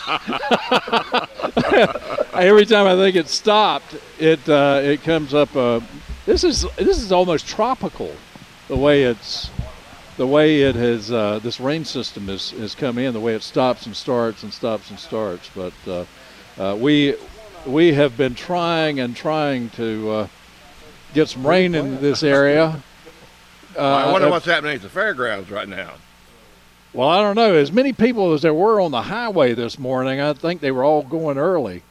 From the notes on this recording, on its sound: broadcasting live from Hand Picked Nursery